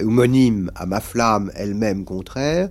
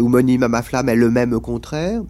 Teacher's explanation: Donc, elle-même sera dans la langue dite en atténuant le E et même en supprimant le E de elle · Shown in: first take